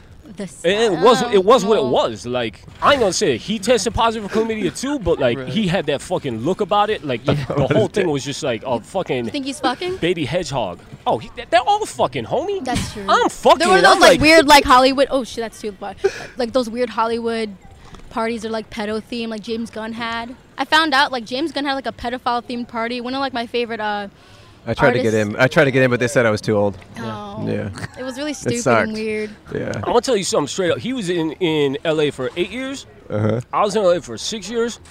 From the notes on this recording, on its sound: A Portland Street Faire. Recorded on 8/22/21 on SE Hawthorne St in Portland, Oregon.